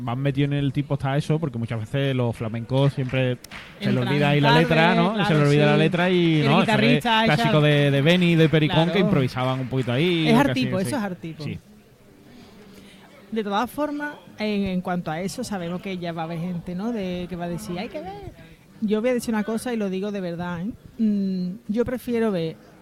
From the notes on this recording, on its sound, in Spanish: En la final del COAC 2024. En directo desde el Gran Teatro Falla de Cádiz, escucha la retransmisión del Concurso Oficial de Agrupaciones Carnavalescas del Carnaval de Cádiz 2024 en Onda Cero Cádiz.